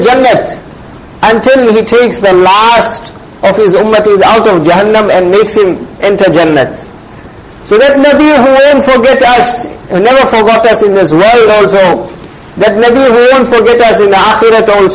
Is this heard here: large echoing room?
yes